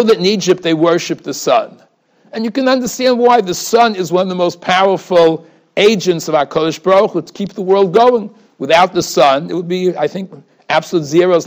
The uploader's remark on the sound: Shiur recorded in Yeshivas Ohr Reuven, Monsey, NY.